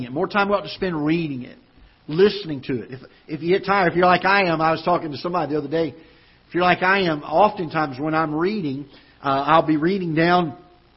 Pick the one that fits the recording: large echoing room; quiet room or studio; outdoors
large echoing room